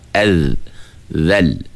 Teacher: ujung lidah kita menyentuh ujung gigi kacip atas · Term: makhraj huruf zal